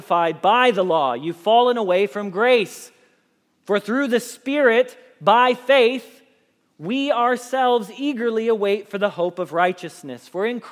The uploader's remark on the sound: Message Preached at Valley Creek Church